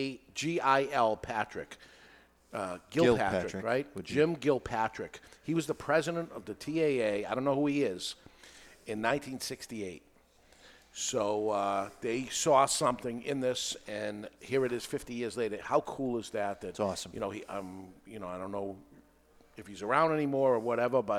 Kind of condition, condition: setting, live audience